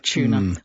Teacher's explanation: What we do is merge that U with the T and becomes a ch